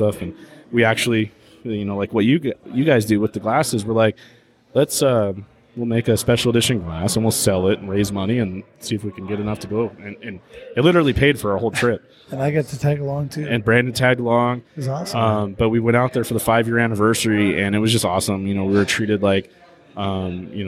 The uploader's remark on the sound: Record on location during the most EPIC event. The Trifecta Bottle Share Hosted by The Craft Lounge, Hip Hop Craft, Beer Thug Life and Louie's Liquor! Located in Beaumont, CA.